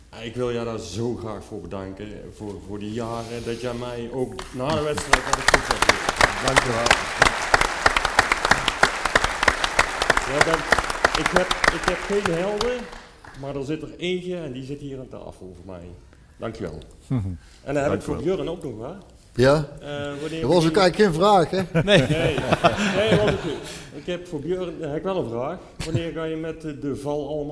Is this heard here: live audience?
yes